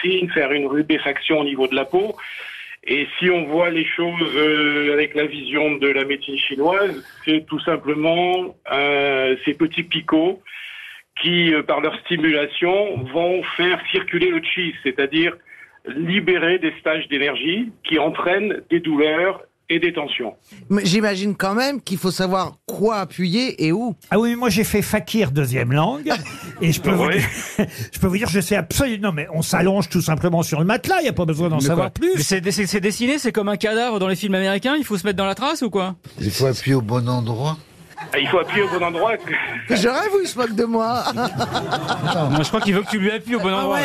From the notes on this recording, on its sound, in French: était au téléphone des Grosses Têtes